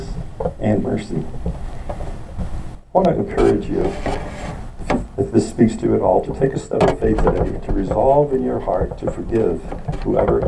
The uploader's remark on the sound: We apologize for the poor audio quality